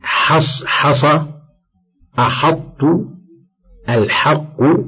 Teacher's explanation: الحاء، ويجب الحرص على ما تتصف به من الاستفال دائما، خصوصا إذا وقعت قبل مفخم نحو حص أحط الحق، لئلا تفخم مثله فيزول استفالها.